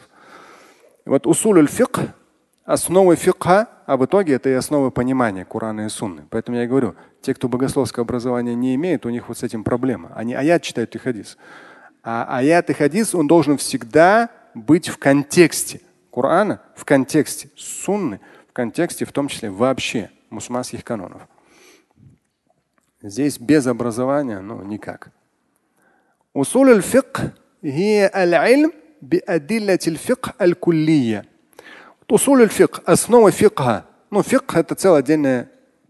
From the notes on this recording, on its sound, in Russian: Фрагмент пятничной лекции. Отвечает на вопросы из зала.